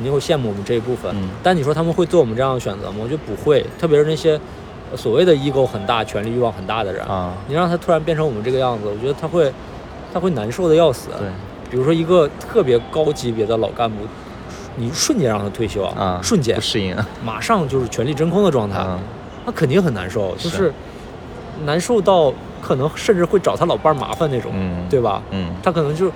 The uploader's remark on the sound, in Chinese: 本期录制于亚运会期间的萧山机场